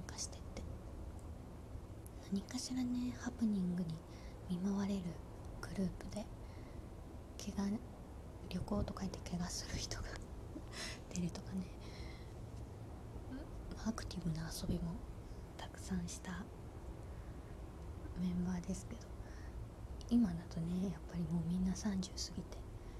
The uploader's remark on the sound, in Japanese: 久しぶりのベランダ配信。風が気持ち良いですね。ベランダこそこそ配信。